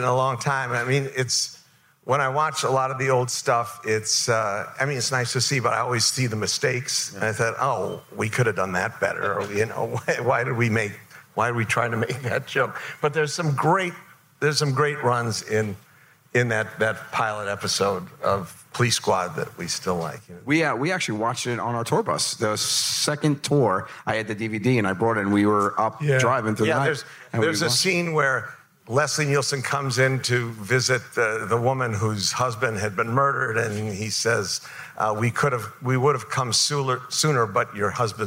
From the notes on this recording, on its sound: Recorded on the IJ Cruise in front of a live audience.